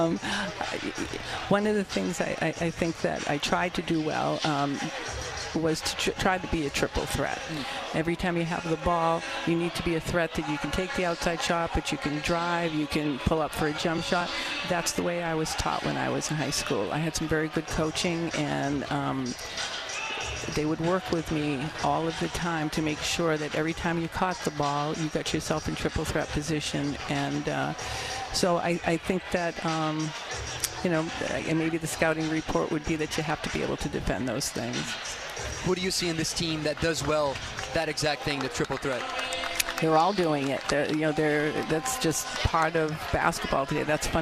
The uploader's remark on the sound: During halftime of the UMass Minutewomen vs Davidson Wildcats basketball game on Sun Feb 19, 2023 from the Mullins Center. Joined live on the Official Radio Network of UMass Women's Basketball.